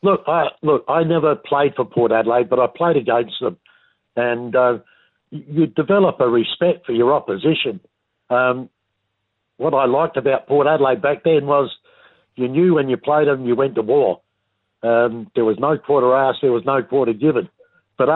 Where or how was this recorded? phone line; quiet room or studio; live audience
phone line